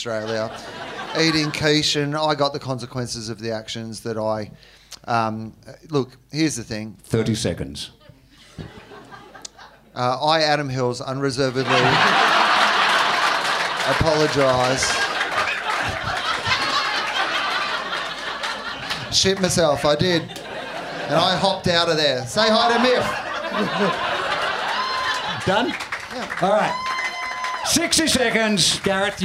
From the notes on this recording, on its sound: Live in Melb. Deliver a second show to another sold out crowd. Recorded at Basement Comedy Club on Exhibition St, Melbourne.